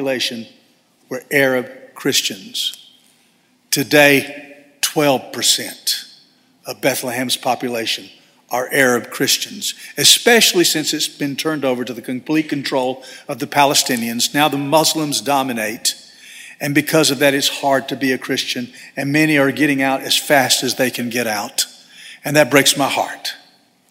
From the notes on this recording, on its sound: First Baptist Church Hendersonville, NC.